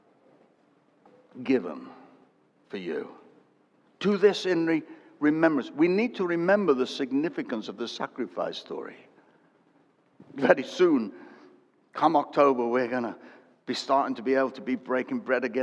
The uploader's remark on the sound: Recorded at Destiny Christian Church, UK, WF1 4AF.